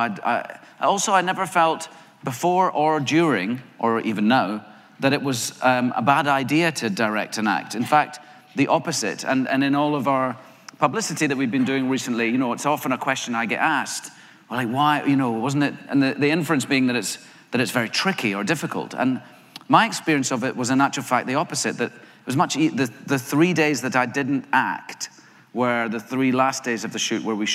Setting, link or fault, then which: setting, live audience